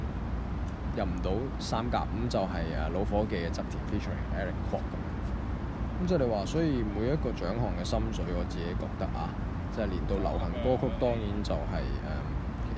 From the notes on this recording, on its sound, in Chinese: 搭船入馬灣。戶外錄音多多包涵。